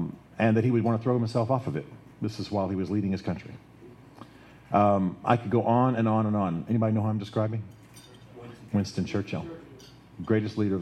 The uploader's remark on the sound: Live: From The Great Man Event, May 27th, 2014. At The Standard Restaurant in Nashville, Tennessee.